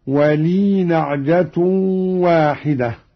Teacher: قرأ قالون بإسكان الياء هكذا في الوصل